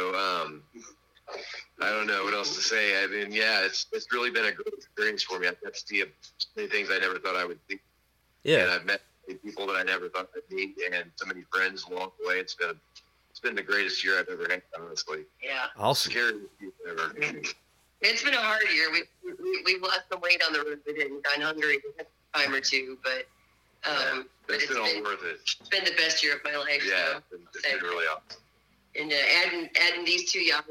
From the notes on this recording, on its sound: burnt the phone lines